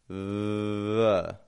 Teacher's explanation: I'm holding that V out, not making a lot of pressure on the teeth.